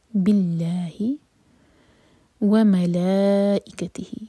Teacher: یہاں لام جلالہ لائٹ ہوگا کیونکہ اللہ تعالیٰ کے نام سے پہلے بھی ہے کسرہ کے ساتھ